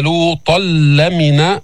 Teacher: إدغام بلا غنة، أدغمنا التنوين في اللام